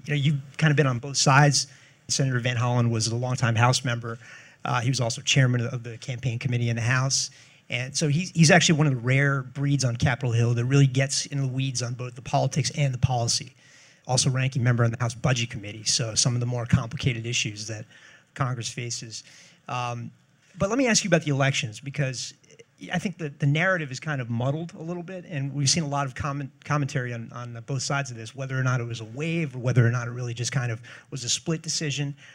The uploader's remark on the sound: He spoke at a Roll Call Live Election Impact forum hosted by FiscalNote, CQ’s parent company.